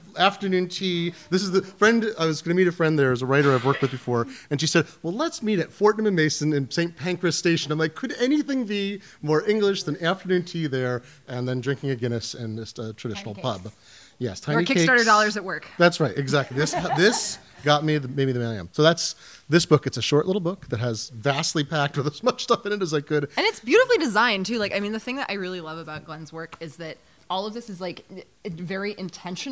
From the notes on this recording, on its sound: At Brick & Mortar Books in Redmond, Washington, in front of a live audience.